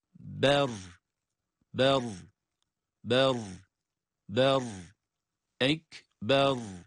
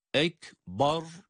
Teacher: Sonra aynı b sesini ra harfine bağlıyoruz. Ra'da kalın olacak. · Shown in: first take